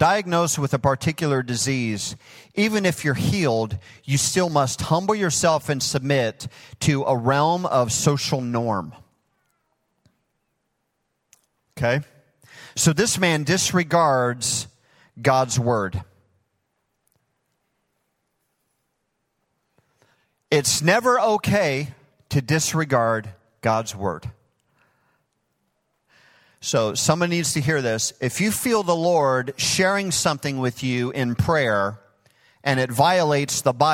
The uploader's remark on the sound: Recorded live at Hope Church in Springfield, Mo.